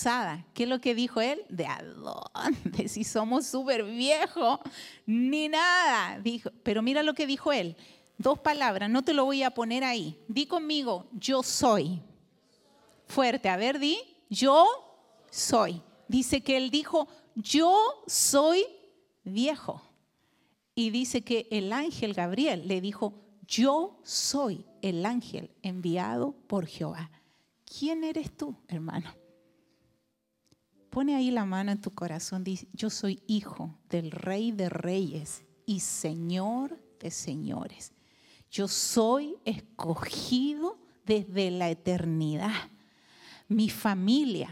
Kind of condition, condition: setting, large echoing room